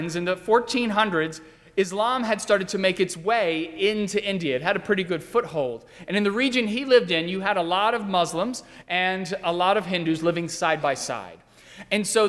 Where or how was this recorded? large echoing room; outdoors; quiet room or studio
large echoing room